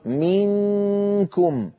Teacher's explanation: من أيضا ينقفل المخرج، عند أقول منكم، من هنا كامل الصوت يمر عن طريق الخيشوم، من طريق الفم ما عاد في شيء